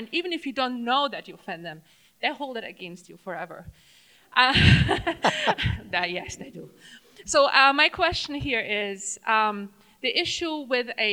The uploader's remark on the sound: The two speakers offer their insight into the Middle East and take questions from the audience. At 49th State Brewing Company. About Addressing Alaskans features local lectures and forums recorded at public events taking place in Southcentral Alaska.